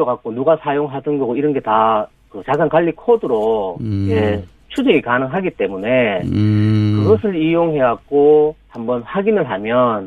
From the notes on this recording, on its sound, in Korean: 전화연결 정교수 PC에 표창장 직인 파일? 전화연결 "표창장 입수경로?